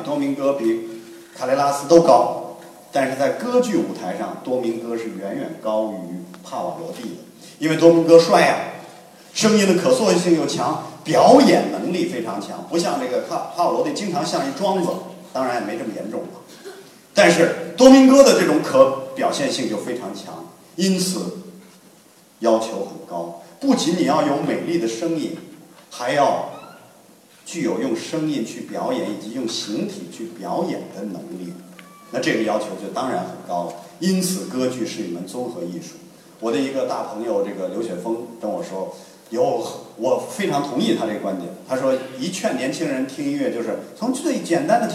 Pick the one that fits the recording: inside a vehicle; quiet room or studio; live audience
live audience